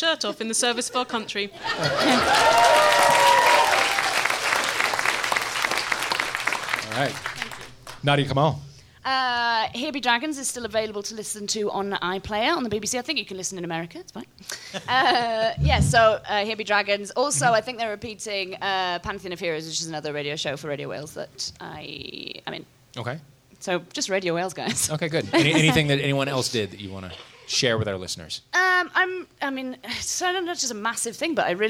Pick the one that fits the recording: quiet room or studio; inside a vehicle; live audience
live audience